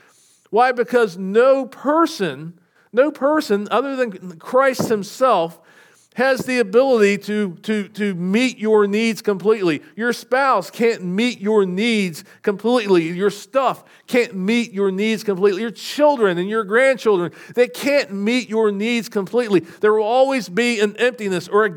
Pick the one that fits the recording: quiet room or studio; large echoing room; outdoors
large echoing room